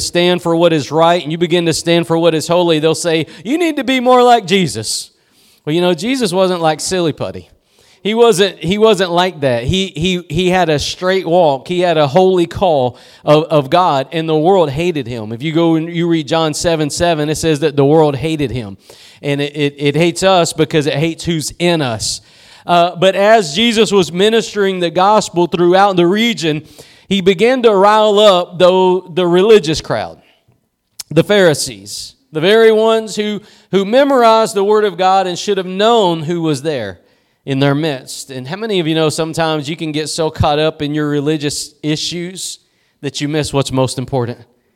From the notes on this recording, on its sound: Preached at Gospel Lighthouse in Bossier City, La.